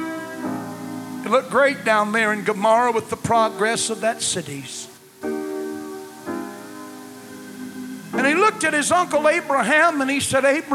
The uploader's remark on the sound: Was preached at First Apostolic Church in North Vernon, IN, January 3, 1993.